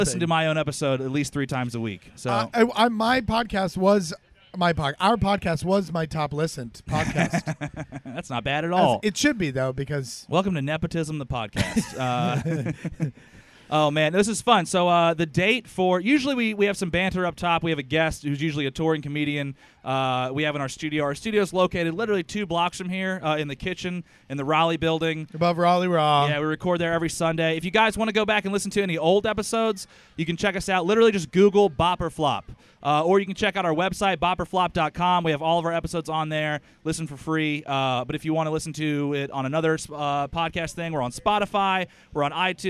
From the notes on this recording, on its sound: We are live, for the first time ever, from The Raleigh Night Market. Live in the middle of a holiday market in a park in Downtown Raleigh, NC.